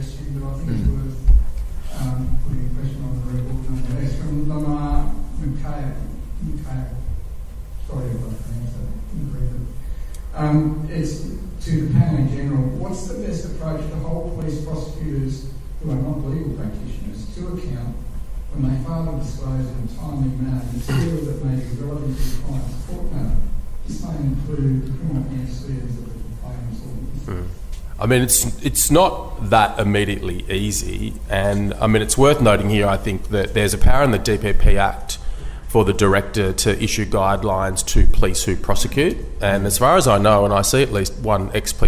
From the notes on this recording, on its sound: This episode was recorded live at the 2022 reasonable cause conference. The conference provides continuing professional development units for hundreds of criminal lawyers each year.